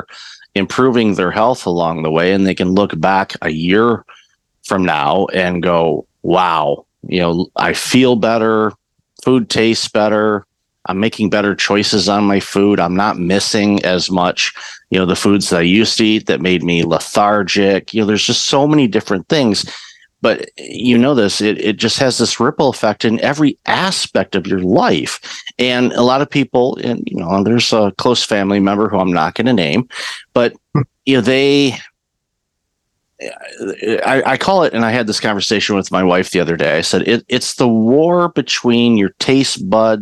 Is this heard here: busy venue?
no